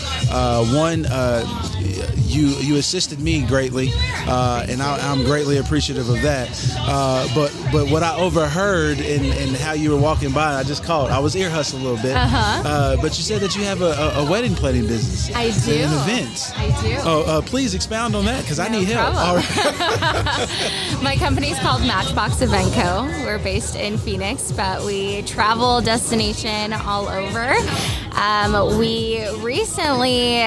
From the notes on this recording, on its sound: Live on the scene, chocolate art show interviews. Chocolate Art Show Interviews Sounds of the Event.